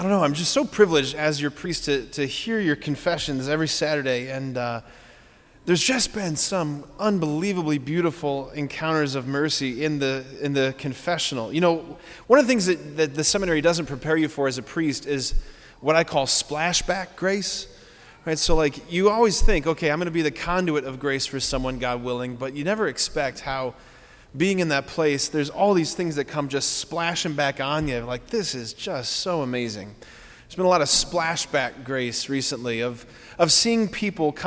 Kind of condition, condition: setting, large echoing room